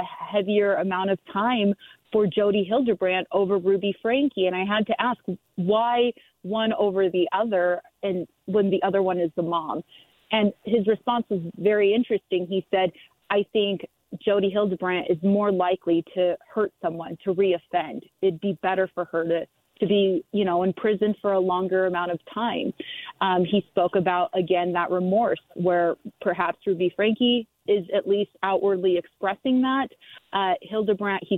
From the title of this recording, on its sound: Live from outside the courtroom